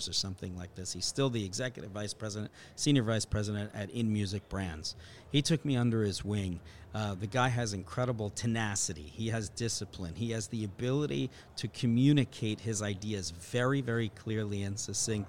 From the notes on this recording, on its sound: Live from Tech Crunch Disrupt in San Francisco